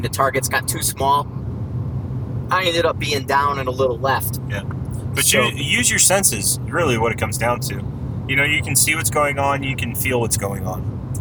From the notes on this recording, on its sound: Road Trip Conversation. Caution* Heavy Road Noise Ahead. I apologize upfront for the road noise, I did my best to remove it in post, but the recorder was too good capturing it.